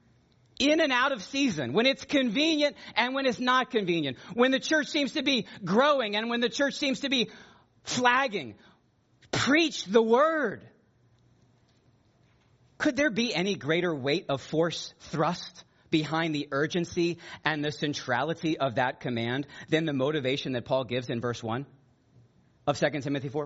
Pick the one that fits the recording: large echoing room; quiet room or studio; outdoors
large echoing room